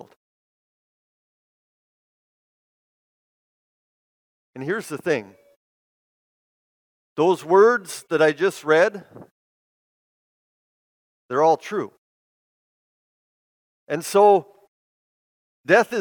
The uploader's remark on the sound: Bethany, Appleton, WI. Preached this sermon at Bethany's Easter worship.